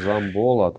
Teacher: на О небольшое ударение. Не сильно выражено.